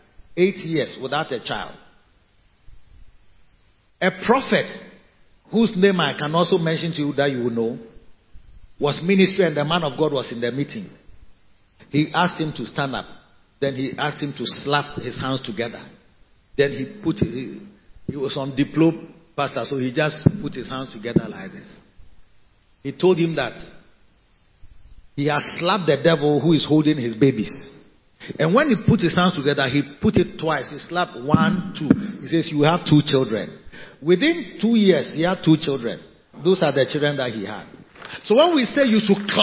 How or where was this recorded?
large echoing room